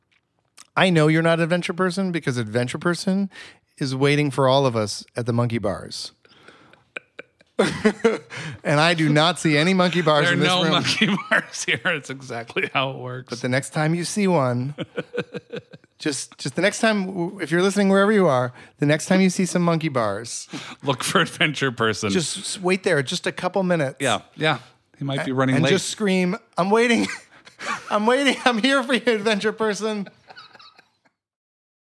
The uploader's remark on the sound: Live On Stage